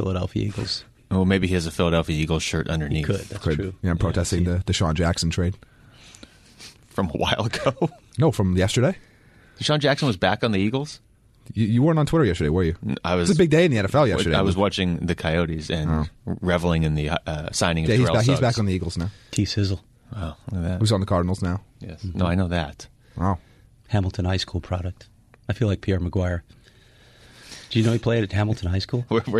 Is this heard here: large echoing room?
no